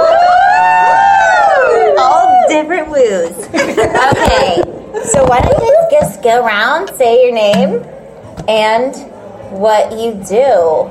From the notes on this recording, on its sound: Recorded live at the Buzz Advocacy Summit.